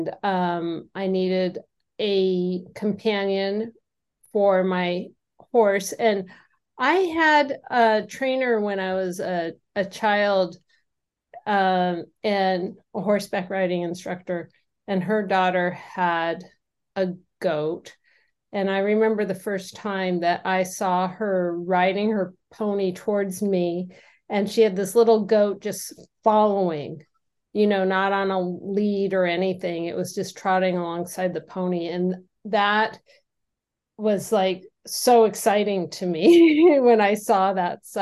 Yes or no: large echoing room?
no